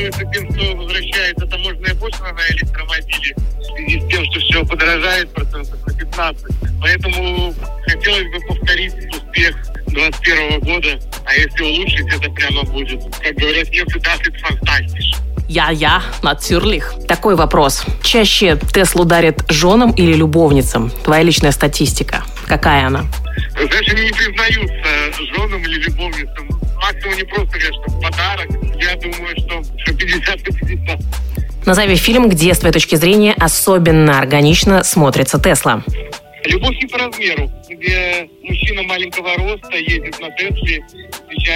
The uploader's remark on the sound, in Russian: Мини-интервью по телефону